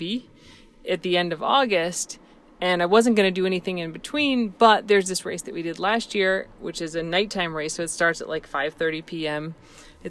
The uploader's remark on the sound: We recorded this podcast in the car because we needed to talk about the DNF (did not finish).